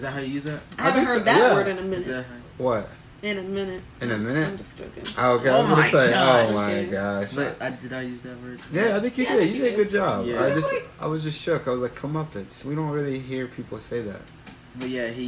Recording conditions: background noise